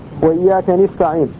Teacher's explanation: والمطوعي يقرأ وإياك نستعين بكسر النون